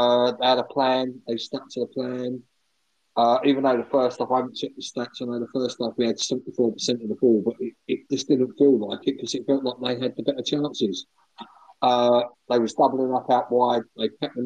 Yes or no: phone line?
yes